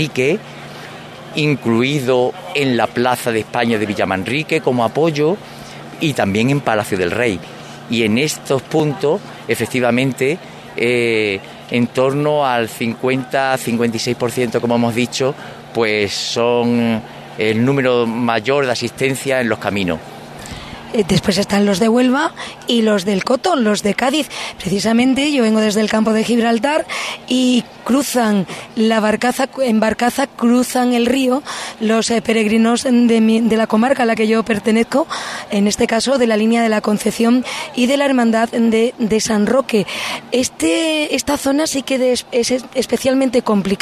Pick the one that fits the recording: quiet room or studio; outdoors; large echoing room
outdoors